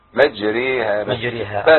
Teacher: مجريها. بس هي الكلمة الوحيدة التي فيها إمالة عند حفص